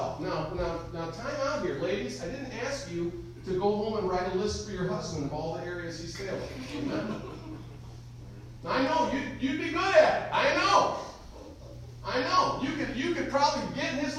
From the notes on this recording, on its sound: Recorded live in the Sunday Morning service at Calvary Baptist Church of Caseville.